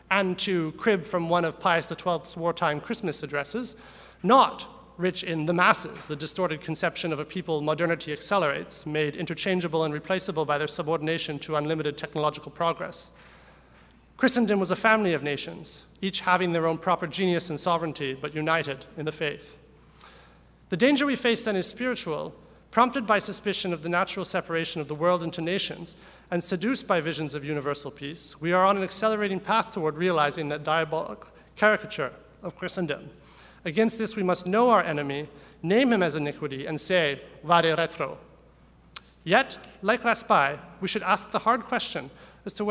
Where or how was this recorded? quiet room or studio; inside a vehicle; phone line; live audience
live audience